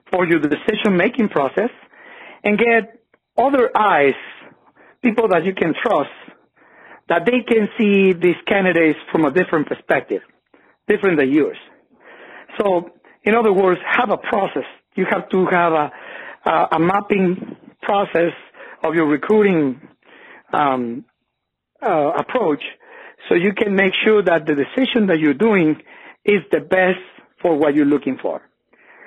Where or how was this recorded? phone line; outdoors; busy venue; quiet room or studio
phone line